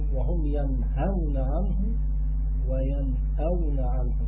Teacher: الهاء والهمزة كلاهما من مخرج الحلق